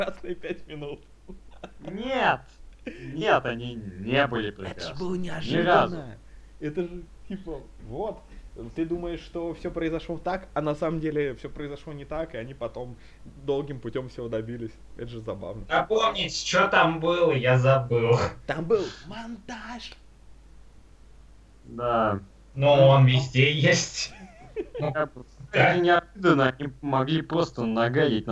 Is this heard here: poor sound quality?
yes